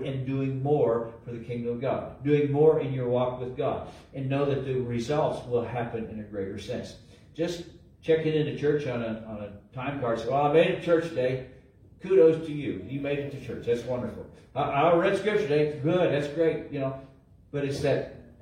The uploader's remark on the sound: LIVE from Calvary